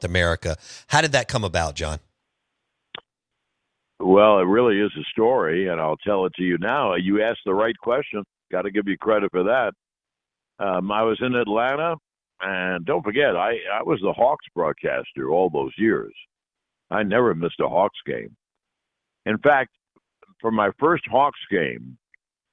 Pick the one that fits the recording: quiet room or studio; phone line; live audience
phone line